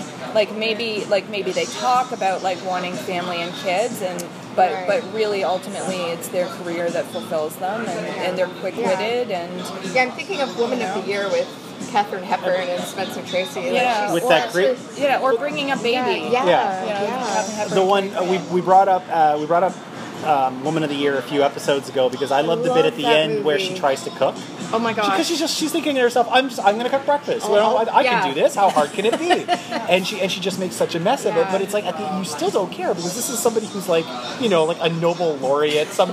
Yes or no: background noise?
yes